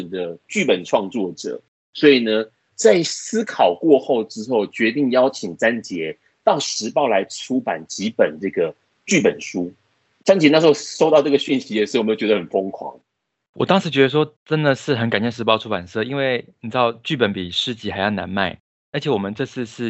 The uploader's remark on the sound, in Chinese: 本集Podcast透過Microsoft Teams通訊錄製。